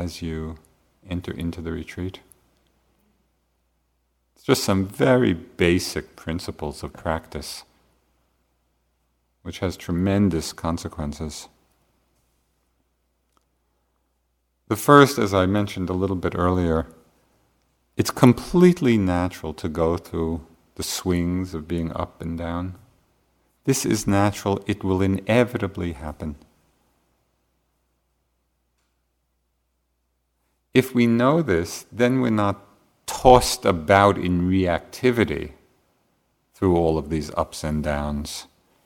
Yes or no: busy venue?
no